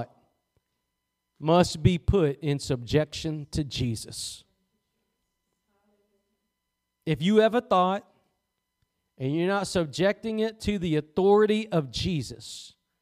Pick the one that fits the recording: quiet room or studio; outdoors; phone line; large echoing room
large echoing room